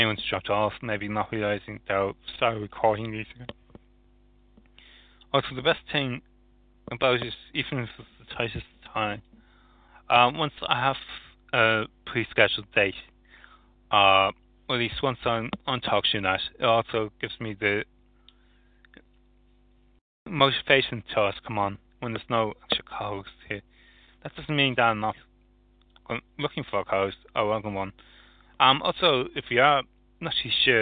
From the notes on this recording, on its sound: ReBuged Live On Talk Shoe. People dialed into the recording on stand.